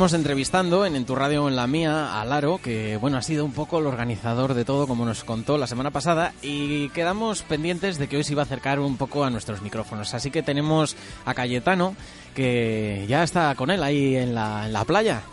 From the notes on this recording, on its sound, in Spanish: UNERADIO celebra su primer cumpleaños en el Día de la Universidad. Desplazamos nuestro estudio hasta la Campa de la Magdalena, donde realizamos un programa especial en directo. En él seguimos de cerca las actividades que se celebran y hablamos con alumnos, profesores y el resto de miembros de la comunidad universitaria de UNEATLANTICO.